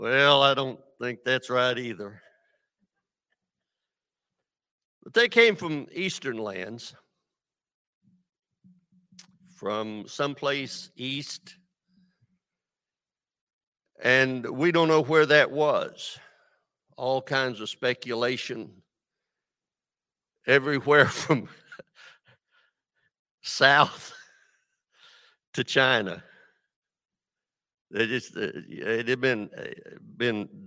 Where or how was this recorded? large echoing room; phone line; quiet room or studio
large echoing room